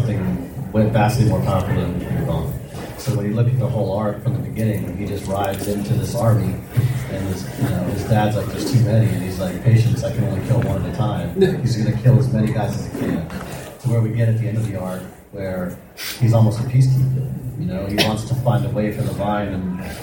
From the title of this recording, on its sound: Panel at SC Comic Con 2017